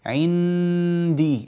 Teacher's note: تجعل لسانك ملتصقا في مخرج النون كأنك تظهر النون لكن تأتي معها بغنة طويلة